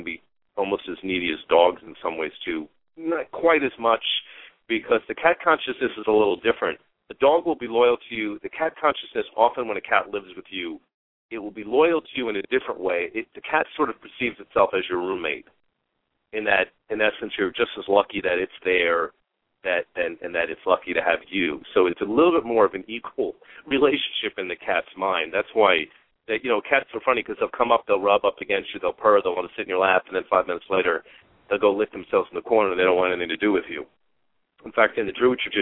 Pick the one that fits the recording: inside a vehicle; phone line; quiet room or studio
phone line